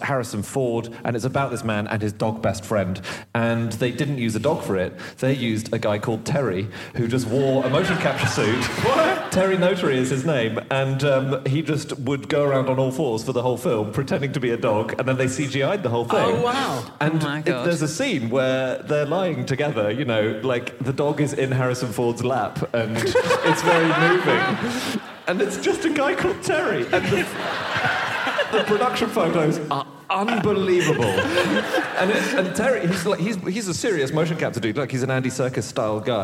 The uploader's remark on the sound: Live from Newcastle